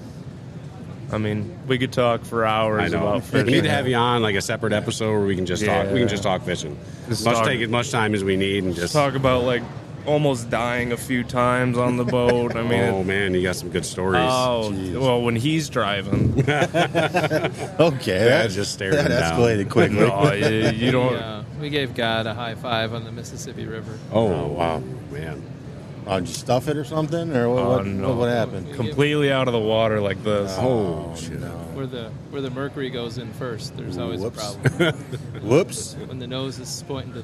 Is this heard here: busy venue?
yes